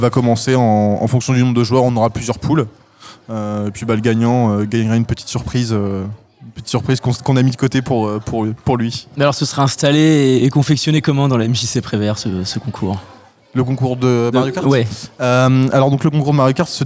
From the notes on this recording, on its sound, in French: en direct du l’évènement rétrogaming de la MJC